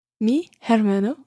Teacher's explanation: Although it starts with an H, you don't pronounce the H. The H is always, always silent in Spanish.